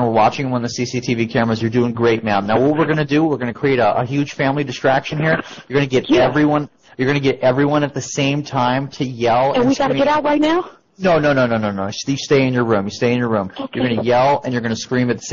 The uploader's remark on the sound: Prank Phone Calls